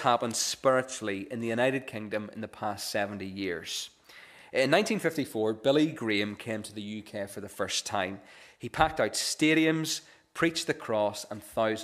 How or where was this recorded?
large echoing room